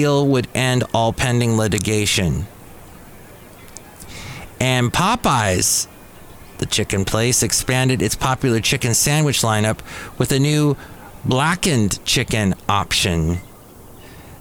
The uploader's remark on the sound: podcasts live from Café Anyway